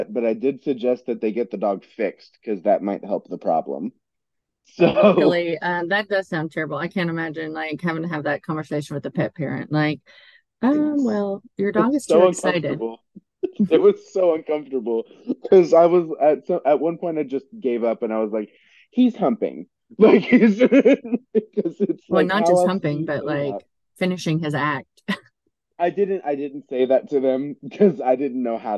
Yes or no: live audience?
no